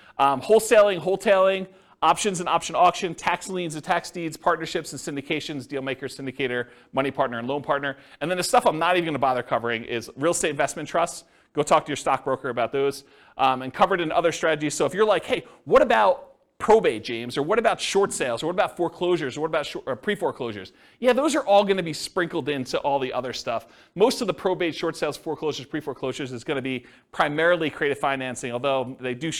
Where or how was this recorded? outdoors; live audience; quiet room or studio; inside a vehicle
live audience